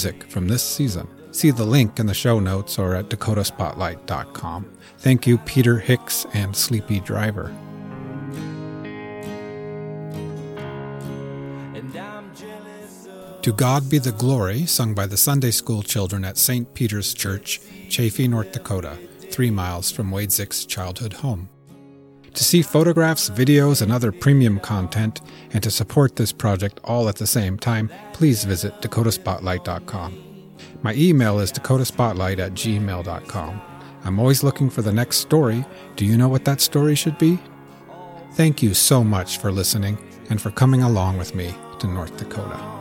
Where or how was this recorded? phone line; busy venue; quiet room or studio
phone line